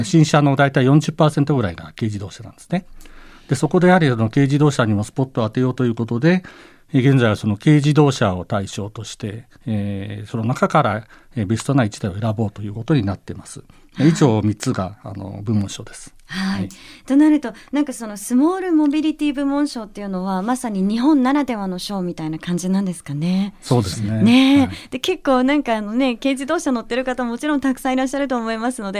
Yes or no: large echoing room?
no